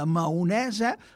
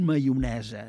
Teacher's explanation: la consonant antiàtica és una iot, és a dir, una i consonàntica, una i que fa de consonant · Shown in: second take